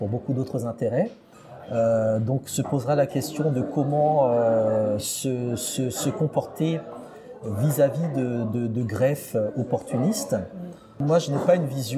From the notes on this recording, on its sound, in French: Je l’ai retrouvé à Paris, dans un café. Un peu de bruit d’ambiance donc, autour de notre conversation.